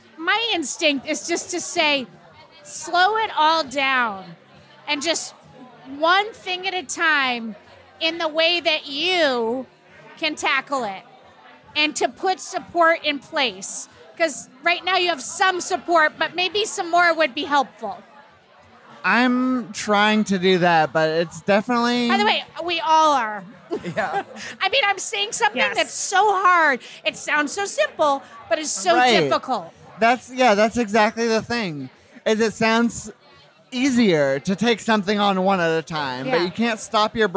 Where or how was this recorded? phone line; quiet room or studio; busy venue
busy venue